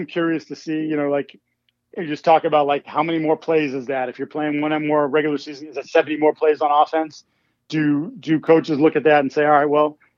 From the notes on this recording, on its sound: join me on the pod by phone